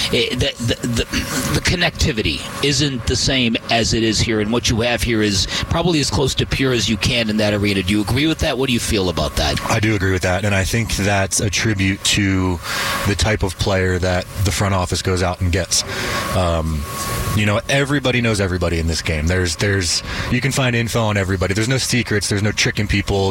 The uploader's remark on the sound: We are live from Salt River Fields